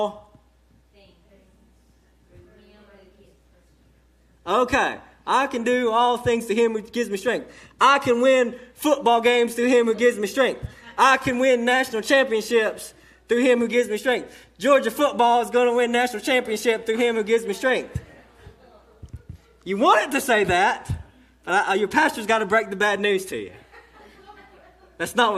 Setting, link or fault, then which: setting, large echoing room